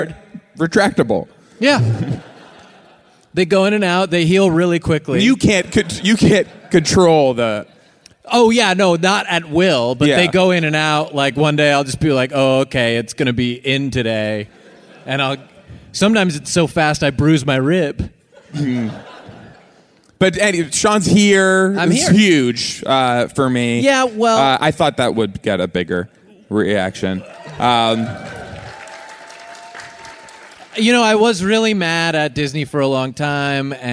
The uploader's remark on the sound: Now Hear This Festival in Anaheim. Talk to everyday people from the crowd.